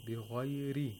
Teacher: the Ra has tarqiq here because of the kasra.